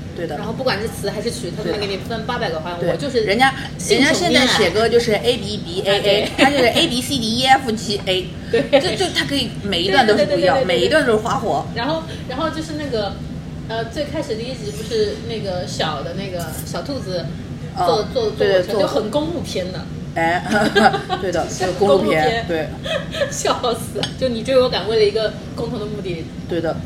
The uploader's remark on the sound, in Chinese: 本次录制花费：洋风炭火屋 398元，整2期！